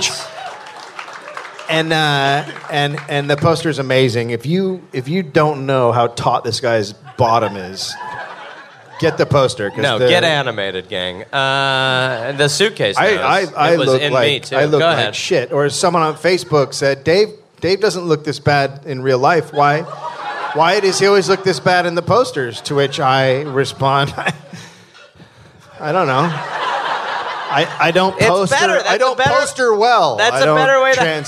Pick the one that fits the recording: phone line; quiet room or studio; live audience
live audience